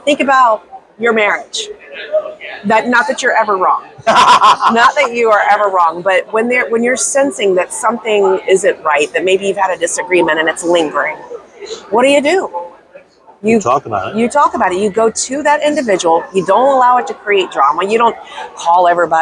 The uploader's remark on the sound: live at ADA Smilecon 2022